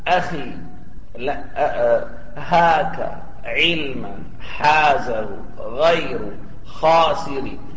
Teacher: فترى هذه الحروف كلها من أين تخرج؟ من الحلق، لا علاقة باللسان بها. فهذه المنسوبة إلى الحلق وهي حروف الإظهار عند من يتعلم علم التجويد.